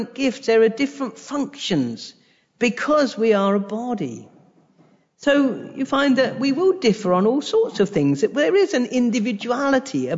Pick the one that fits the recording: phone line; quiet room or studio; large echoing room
large echoing room